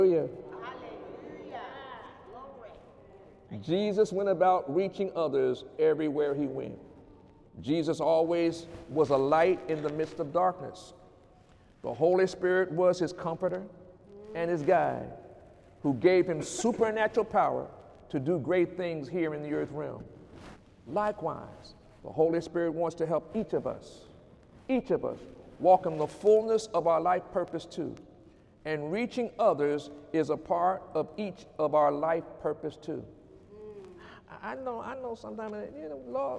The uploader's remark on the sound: During Sunday morning service on January 6, 2018